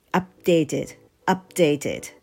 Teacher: いうのもちょっと忙しいので up の時に P の、えー、口の形上の唇と下の唇を合わせてまで来て dated 破裂をさせる前にもう dated を言ってしまうっていう発音の仕方でいいと思いますなので P の音は破裂はしないんだけれども P の間隔 P の隙間 P の気配は残しておくということですね · IPA: /ˌʌpˈdeɪtɪd/